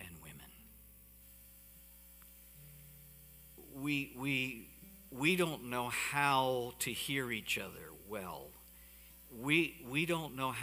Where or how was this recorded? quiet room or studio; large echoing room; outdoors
large echoing room